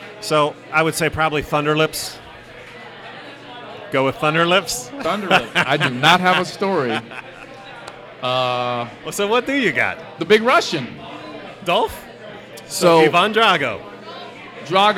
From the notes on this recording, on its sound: Live at Mio's